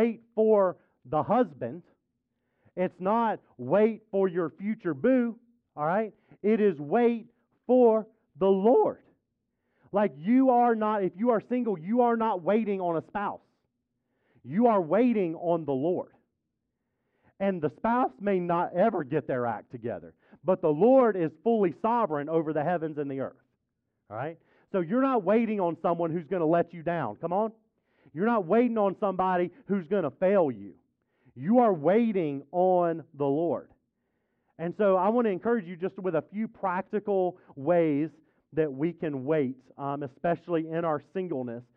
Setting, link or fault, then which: setting, large echoing room